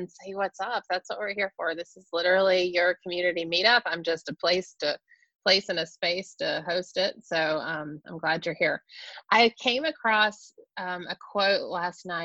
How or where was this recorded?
video call